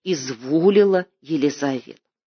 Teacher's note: с пропуском метрического ударения на втором и третьем сильном месте